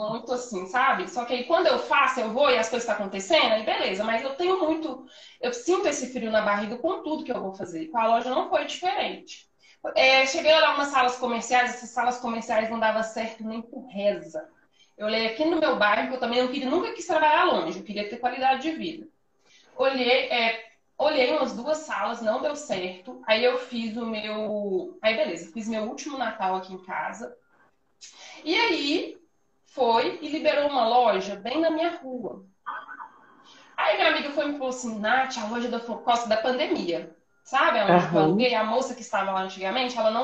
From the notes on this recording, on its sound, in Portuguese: O áudio deste episódio foi extraído de uma live no meu Instagram.